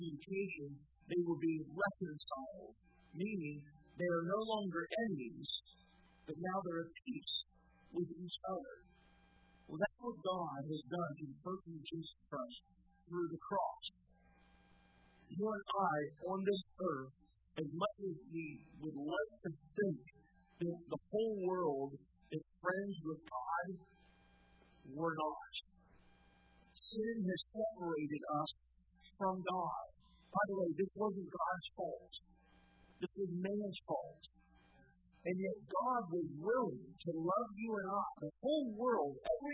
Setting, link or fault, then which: setting, large echoing room